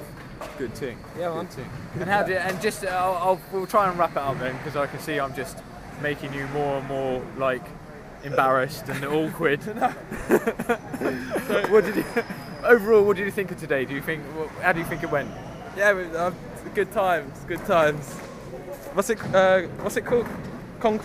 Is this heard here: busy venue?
yes